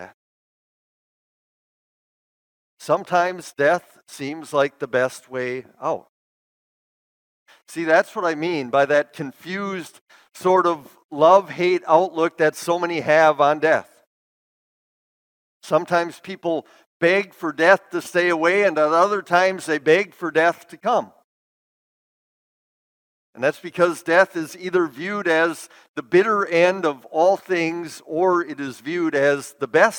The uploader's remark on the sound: Bethany, Appleton, WI. Preached this sermon at Bethany's Easter worship.